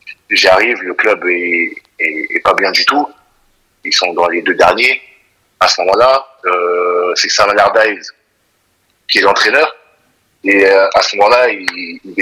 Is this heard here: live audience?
no